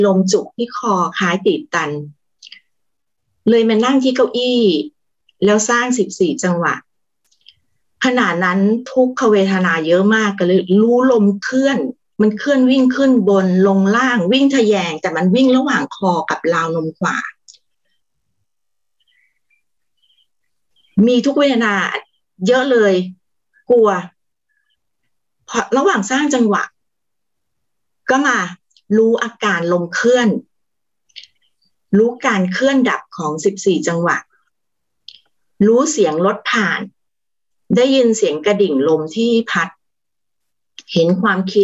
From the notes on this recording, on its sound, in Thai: เป็น 1 ใน 3 คอร์สออนไลน์ (ผ่านโปรแกรม Zoom).